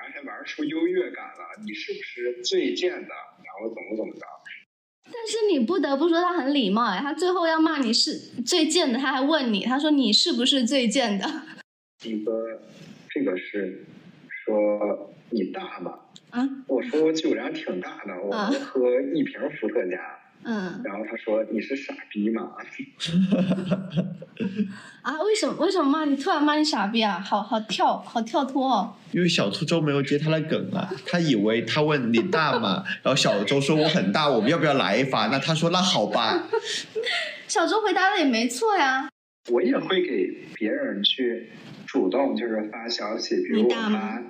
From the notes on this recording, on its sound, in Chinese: 这一期音频收音问题比较大，我后期调了很久还是没办法处理好